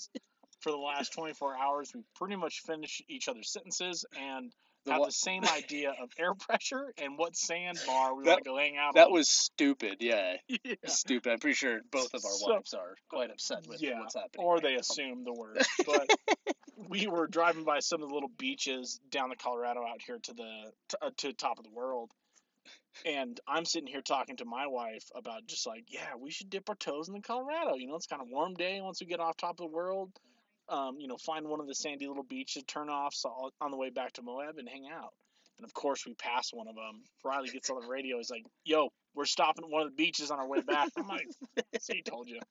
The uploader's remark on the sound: We recorded at the top of the world trail in Moab Utah.